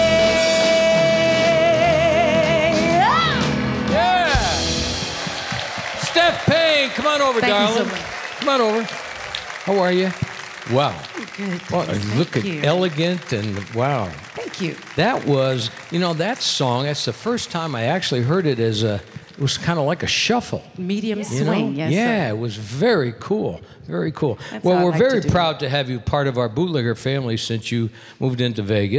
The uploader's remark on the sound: Live at the South Point Casino.